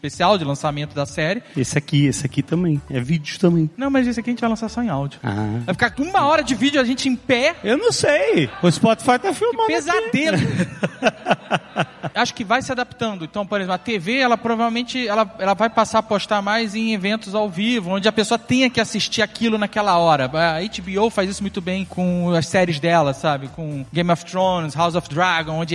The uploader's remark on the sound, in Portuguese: Ao vivo no Spotify Podcast Festival